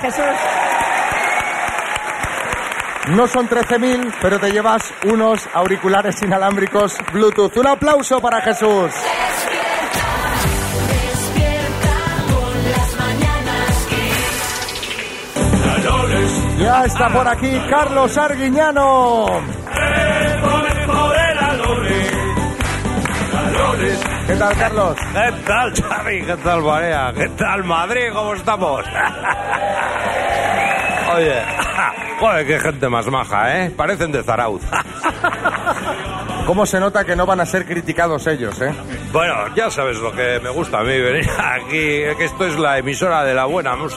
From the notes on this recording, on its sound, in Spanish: Las Mañanas KISS en directo desde MADRID. Este viernes hemos salido al exterior para hacer nuestro primer programa en directo del año, y el lugar elegido ha sido los Teatros Luchana de Madrid.